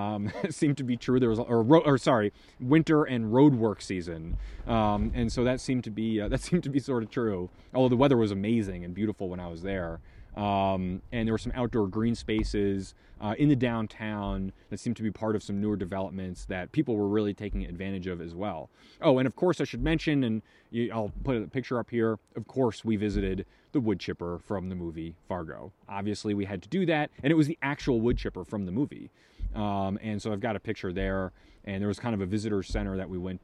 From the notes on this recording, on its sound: This episode was filmed/recorded while camping in Custer-Gallatin National Forest, Montana.